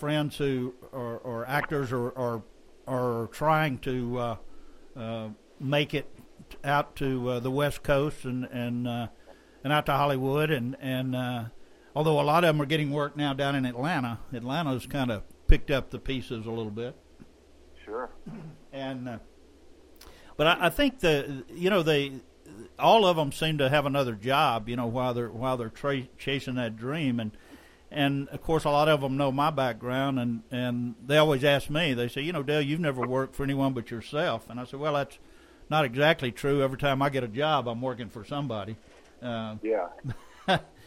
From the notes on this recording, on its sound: on the phone